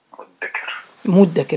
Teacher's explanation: أصله إذ تكر ثم صارت إذ دكر ثم أدغمت الدال مع الذال لقرب المخرج فصارت إذ دكر.